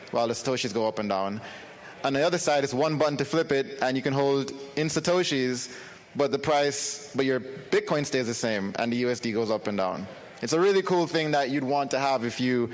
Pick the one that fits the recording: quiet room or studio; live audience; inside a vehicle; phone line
live audience